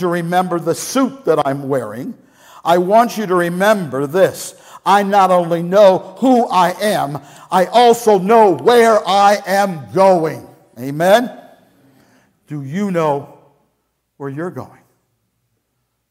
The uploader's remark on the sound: Message Preached at Valley Creek Church